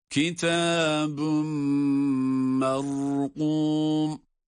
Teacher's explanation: Mime itham edildiği için tenvin. Şeddeli mim gibi okunuyor.